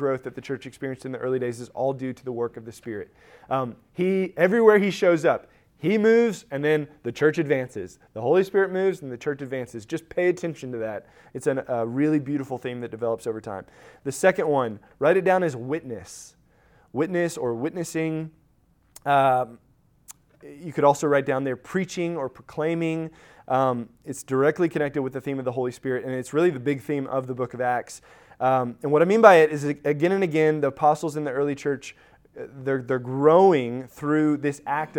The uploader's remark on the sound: Recorded at Emmaus Church in Buford, GA.